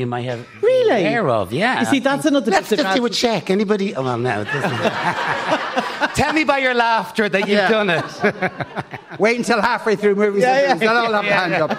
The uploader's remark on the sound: LIVE from The Sugar Club